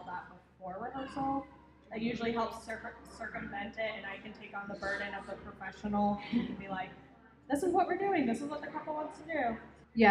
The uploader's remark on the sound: LIVE recording hosted at the Gardens in the Gorge annual open house